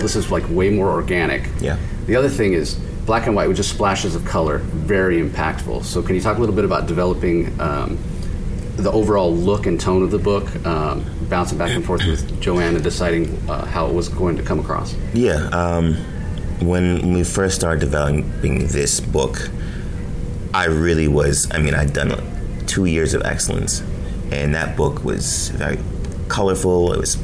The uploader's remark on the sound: LIVE from SDCC '23